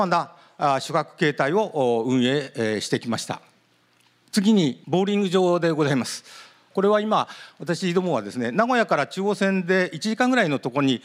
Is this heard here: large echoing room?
yes